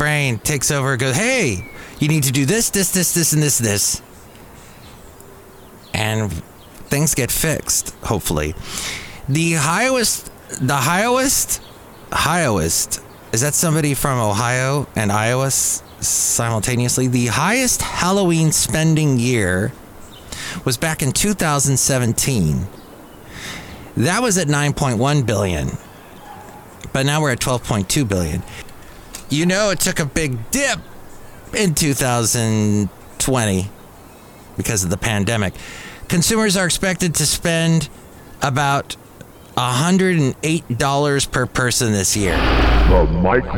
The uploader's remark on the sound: podcasts live from Café Anyway